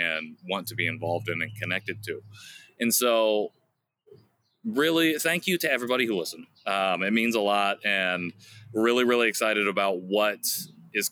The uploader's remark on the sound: The Backyard Series. Kicks off June with a brand new series in his backyard! It IS the first time he's recorded outside (the first of many, maybe?).